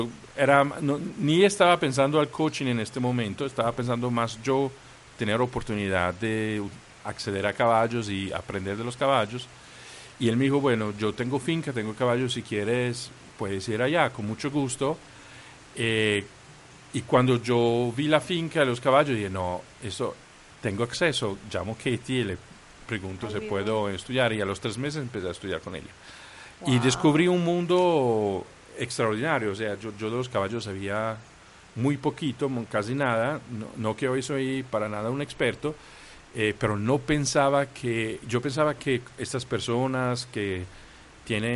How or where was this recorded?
outdoors